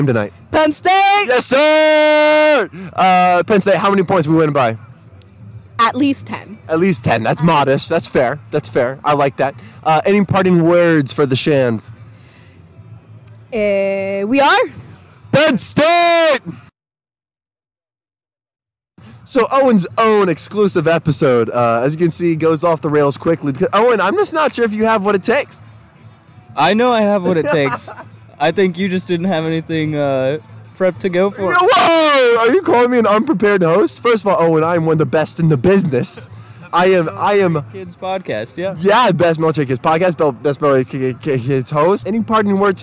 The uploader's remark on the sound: Live From The Tailgate Lots!